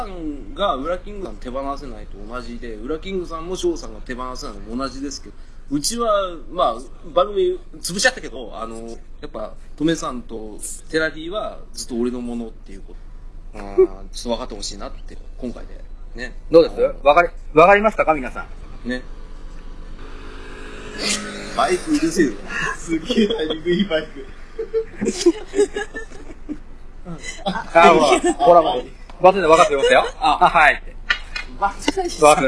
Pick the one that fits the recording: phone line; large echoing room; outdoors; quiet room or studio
outdoors